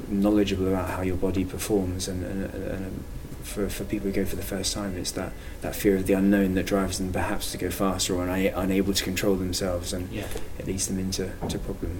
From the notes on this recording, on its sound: Recorded at the 2014 British Cardiovascular Society meeting in Manchester